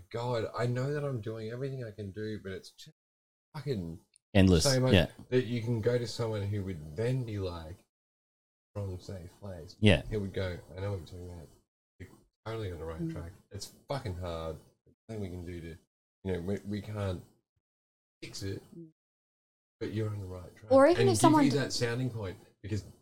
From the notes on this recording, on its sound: Please bare with the audio as we had some technical difficulties and mic positioning issues.